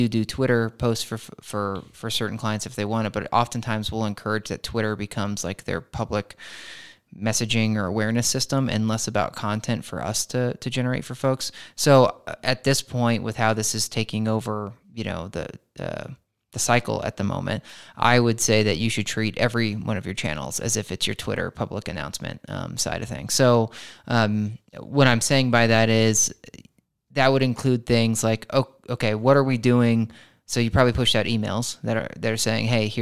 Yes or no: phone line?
no